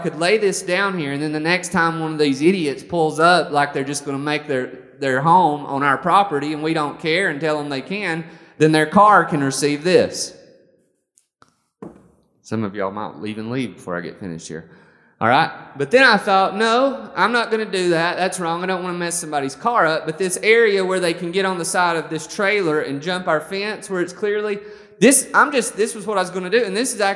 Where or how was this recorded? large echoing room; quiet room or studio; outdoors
large echoing room